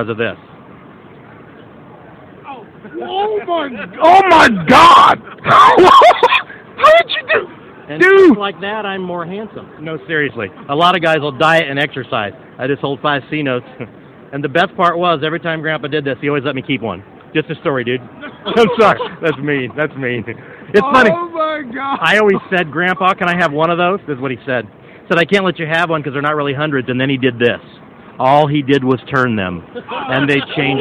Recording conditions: busy venue